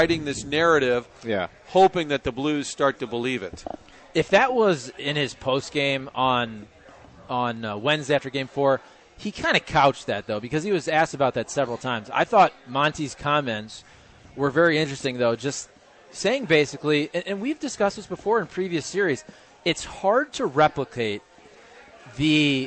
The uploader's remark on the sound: broadcasting live from Blondie's off Wash Ave